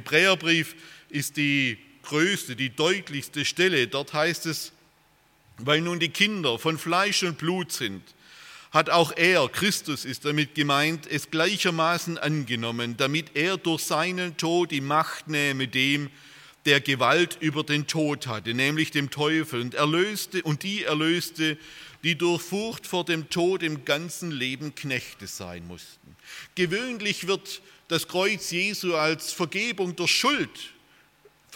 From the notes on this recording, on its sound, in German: aus dem Gottesdienst der Liebenzeller Mission